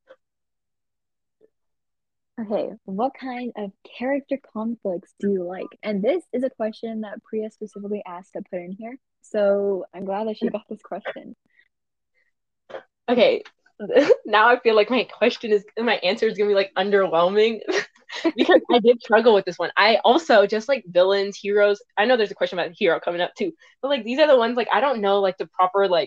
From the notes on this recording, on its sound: DISCLAIMER: This is our first time recording anything close to a podcast, so the audio and editing is a bit spotty.